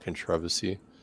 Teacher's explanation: you're putting emphasis on the second syllable